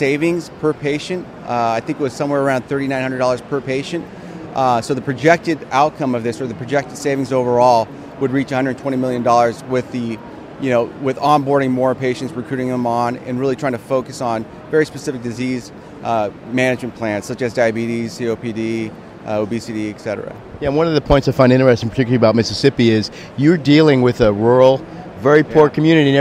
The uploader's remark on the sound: LIVE from #HiMSS17